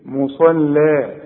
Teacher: يا سلام، شوف مش مصلى مصلى، لا مصلى، افتح لشفايفك على هيئة ابتسامة. الأول الصاد على هيئة قبلة مصا، وبعدين اللام كأنك بتبتسم لي